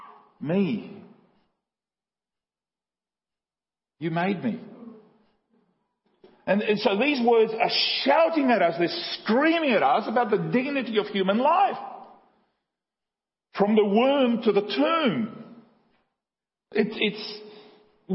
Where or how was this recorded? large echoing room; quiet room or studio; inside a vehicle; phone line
large echoing room